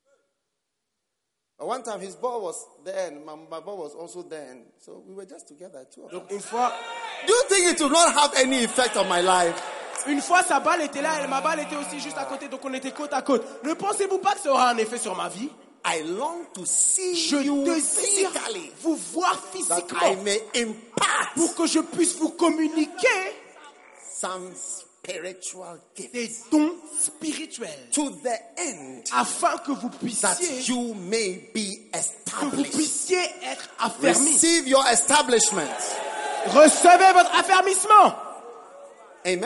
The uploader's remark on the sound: Preached at the Give Thyself Wholly pastors' conference in Mampong - Ghana 6th - 9th of Aug 2019